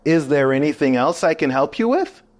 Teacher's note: there's a rising intonation at the end of this question